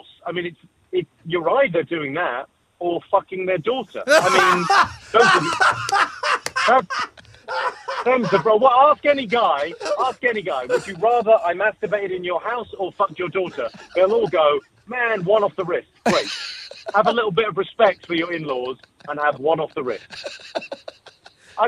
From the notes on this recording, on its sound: We were joined on the phone by UK Comedian